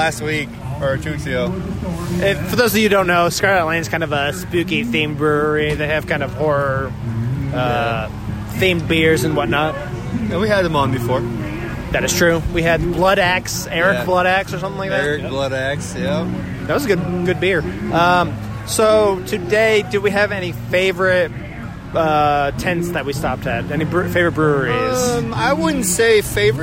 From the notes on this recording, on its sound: This week the geeks record another live episode, this time at Sample Indiana 2019. The second annual event, presented by Indy Craft Brews and hosted by Scarlet Lane Brewing, featured 13 breweries and plenty of beer to go around.